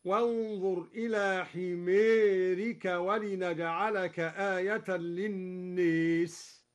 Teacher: أمال كلا من حمارك وللناس أيضا هكذا